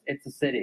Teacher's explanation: la T como una R suave